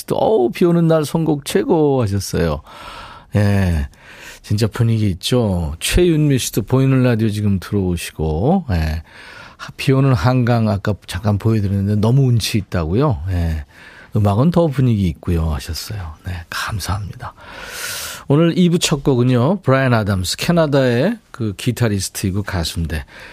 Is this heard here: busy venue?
no